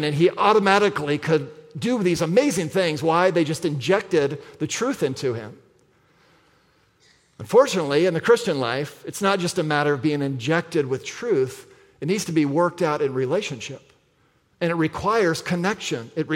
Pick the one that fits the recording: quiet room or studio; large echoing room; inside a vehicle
large echoing room